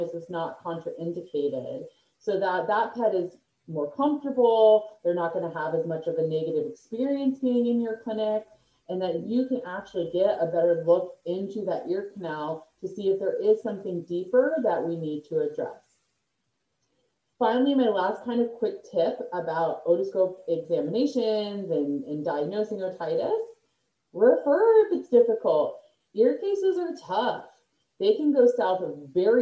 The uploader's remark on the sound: Sorry for the poor audio during this recording.